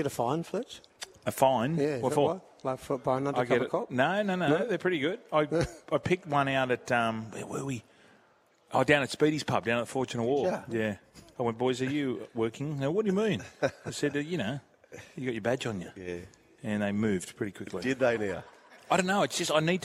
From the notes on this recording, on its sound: Live From The Dealership.